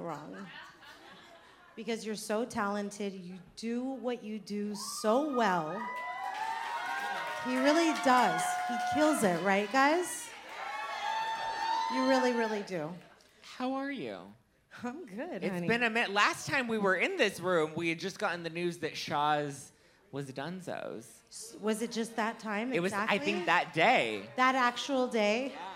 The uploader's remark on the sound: Live in LA. Live from The Bourbon Room in Hollywood.